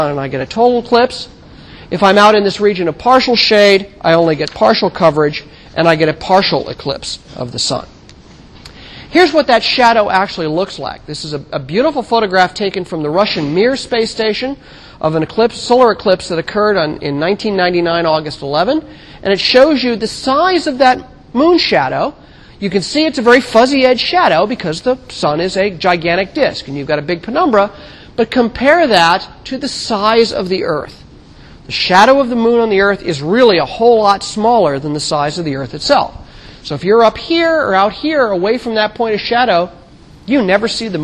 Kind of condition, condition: setting, large echoing room